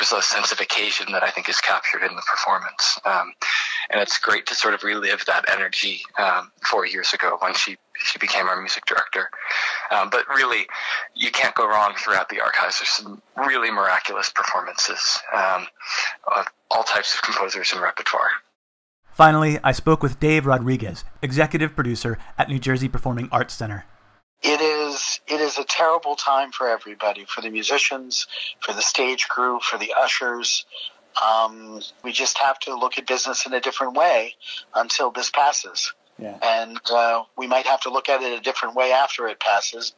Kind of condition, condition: link, phone line